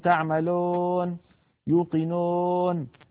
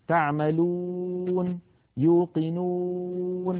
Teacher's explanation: الصوت العربي الصحيح تعملون يوقنون، لابد من أن يكون ضما كاملا خال من الألف، كذلك أن يكون خال من الياء · Shown in: second take